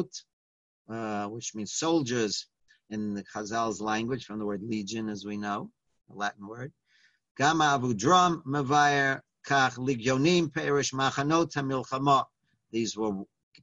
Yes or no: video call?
yes